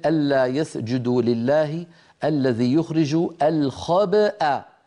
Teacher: الخبأ باء ساكنة مقلقلة وبعدها همزة مفتوحة